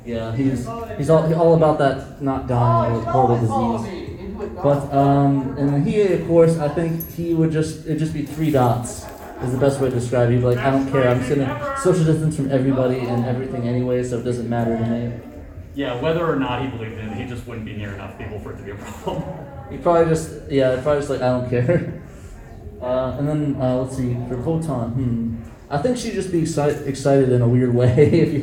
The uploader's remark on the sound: 3 of the 5 members of the pod crew did a panel at Saboten Con 2021 in Phoenix Arizona.